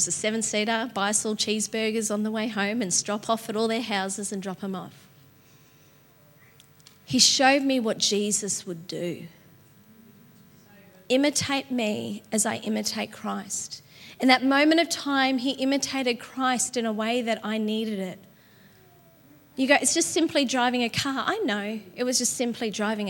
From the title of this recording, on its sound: LIVE at Echo Church